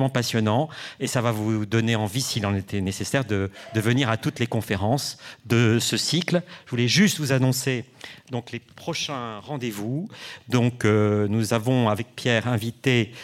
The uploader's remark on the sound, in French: A l'invitation du musée d'Orsay. Enregistrement de la conférence du 5 octobre 2021.